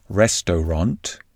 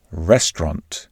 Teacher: You are eating not at a restaurant with three syllables, but at a restaurant with just two syllables. · Shown in: second take